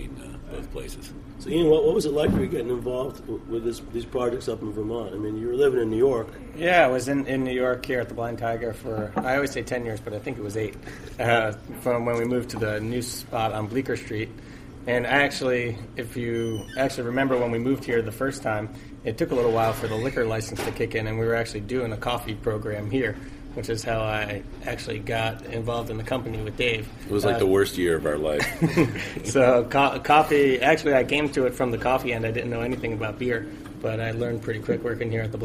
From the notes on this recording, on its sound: Special off-site recording of Beer Sessions Radio at the Blind Tiger. Tune in for a special off-site recording of Beer Sessions Radio at the Blind Tiger!